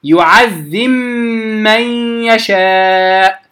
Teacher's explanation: فالباء في الميم تدغم